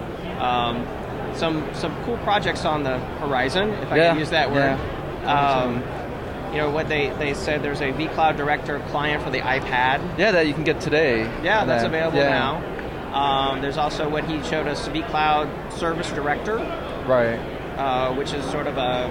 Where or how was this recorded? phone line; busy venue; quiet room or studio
busy venue